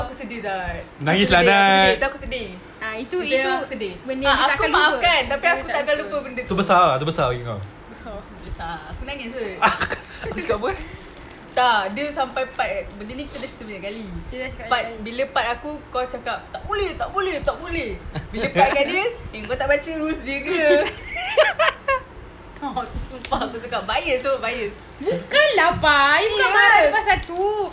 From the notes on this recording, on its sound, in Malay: Maaf, as usual kami record sambil lepak, kuat sngt pula bunyi kunyah keropok roda dan plastik dia.